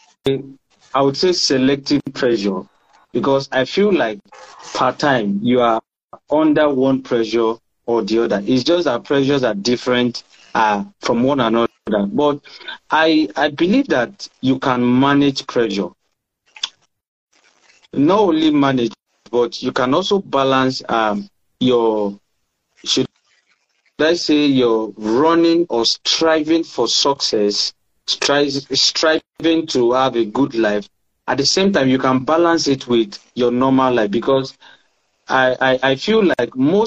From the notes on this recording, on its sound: on Instagram Live for an enlightening conversation